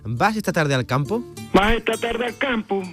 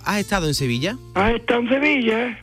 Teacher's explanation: Él mismo nos va a ejemplificar la característica más llamativa de los ubriqueños, que es la entonación de las frases. Sobre todo en las preguntas, el ubriqueño termina la interrogación en alto.